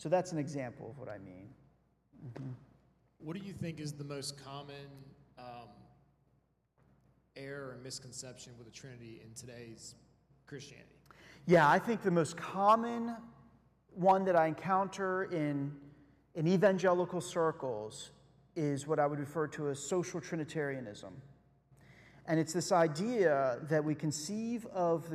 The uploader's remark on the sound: Sunday Worship Service - Live stream.